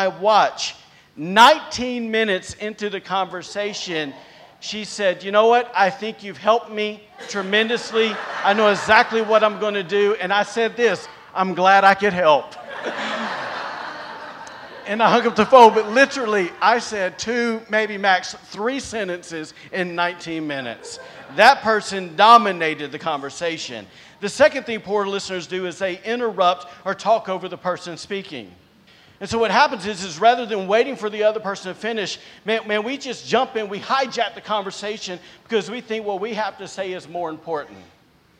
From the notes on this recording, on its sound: recorded on Sunday, July 17th, 2022, during service at The Anchor Church in Rockport, Maine.